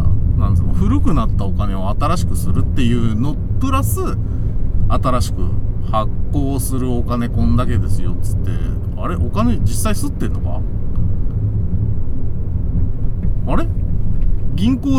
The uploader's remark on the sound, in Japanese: 君は助手席で眠っていて。ただ運転して、ただ話してるから。車の走行音と運転手の声を遠くに聞きながら。